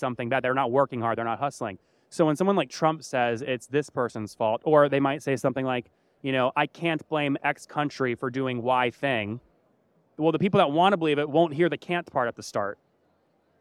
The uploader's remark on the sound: We met on stage at SaaStock in Dublin